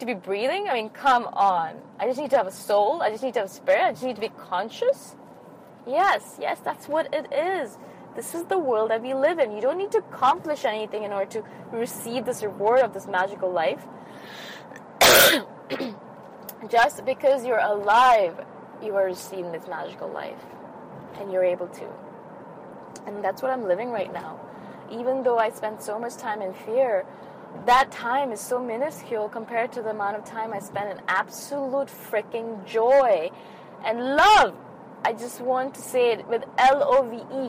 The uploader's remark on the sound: I recorded this episode in my car after a really amazing Yin Yoga class.